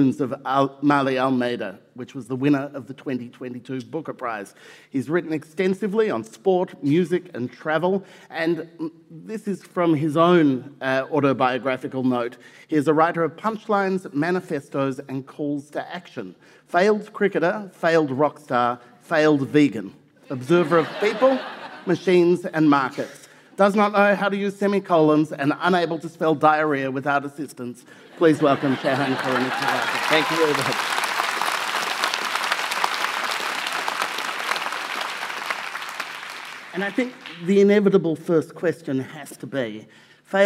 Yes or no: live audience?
yes